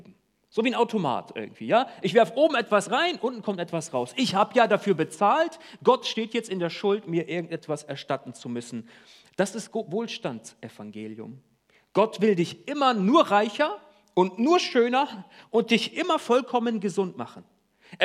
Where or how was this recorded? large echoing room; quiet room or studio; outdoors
large echoing room